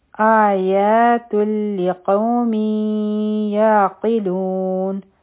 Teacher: په تا تنوین دی مخکې لام راغی ادغام به کو بغیر د غنه نه